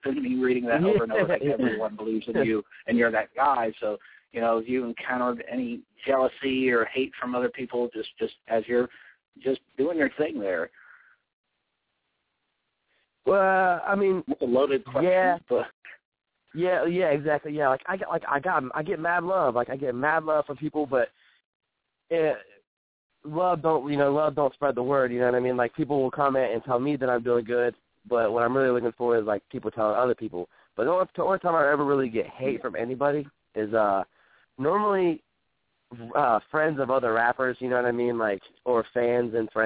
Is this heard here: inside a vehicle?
no